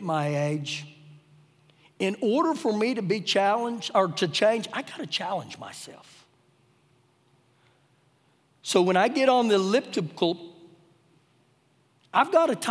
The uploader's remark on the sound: Recorded live during our Sunday morning service.